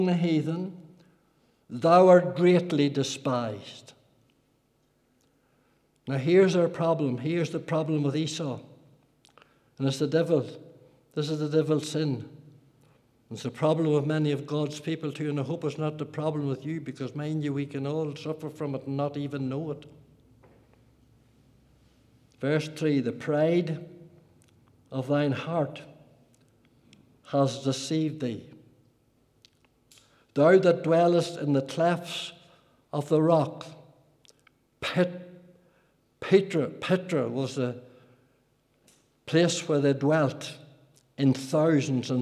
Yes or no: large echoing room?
yes